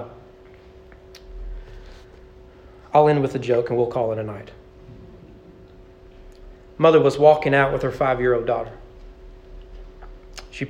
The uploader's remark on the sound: Sermon preached at East Frankfort Baptist Church on May 14, 2023 (Mother's Day) during morning worship.